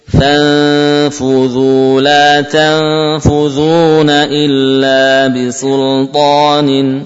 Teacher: ikhfa nun pada fa, bibir bawah mendekati dua gigi seri atas, mendekati.